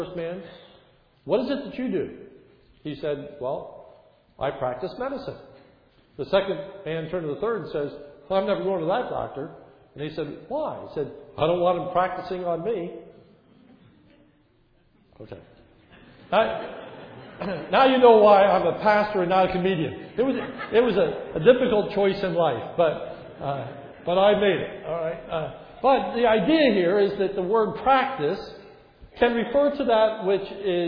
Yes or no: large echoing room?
yes